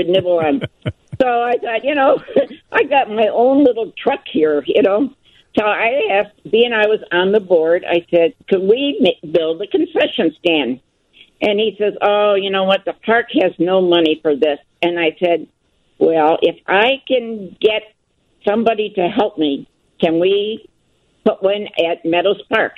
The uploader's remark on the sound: open the phone lines